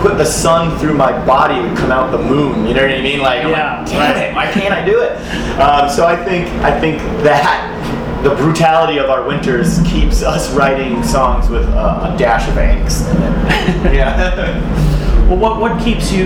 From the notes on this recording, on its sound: This interview was conducted by NEPA Scene at the Vans Warped Tour at The Pavilion at Montage Mountain in Scranton on July 10, 2017.